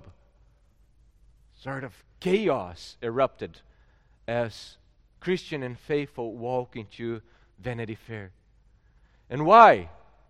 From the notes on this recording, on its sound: At Gracious Cross Reformed Church Salem, September 19th 2021.